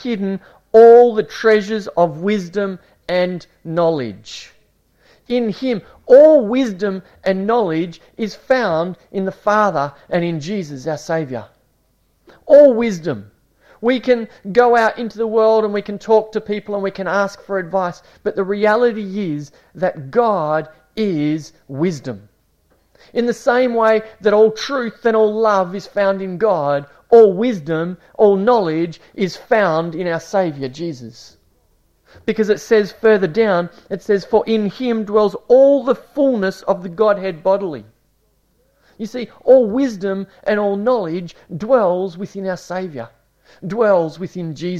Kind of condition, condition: setting, large echoing room